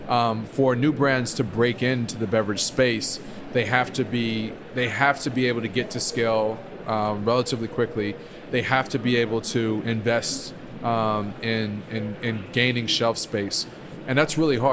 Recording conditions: busy venue